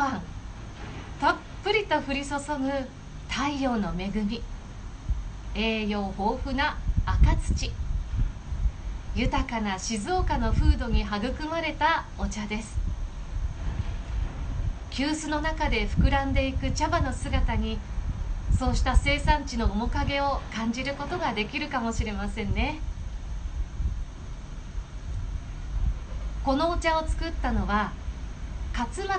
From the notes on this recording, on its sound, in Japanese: インスタライブの音声です